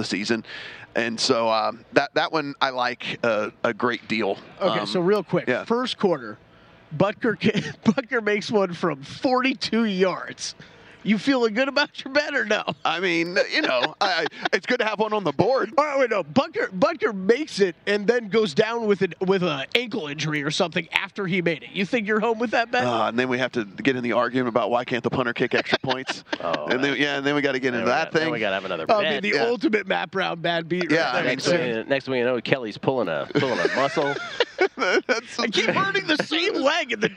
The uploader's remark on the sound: broadcasting live from media row